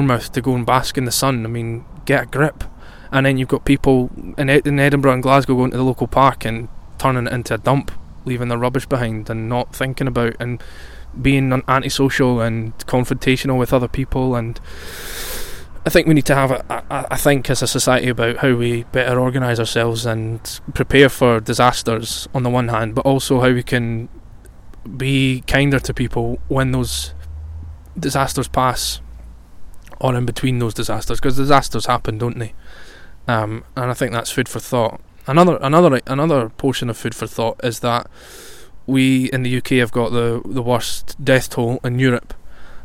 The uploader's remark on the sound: It was recorded outdoors as I took full advantage of the warm, sunny weather that we had. I talk about my surroundings outdoors.